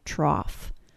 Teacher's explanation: the AW sound plus an F sound · Term: AW sound plus F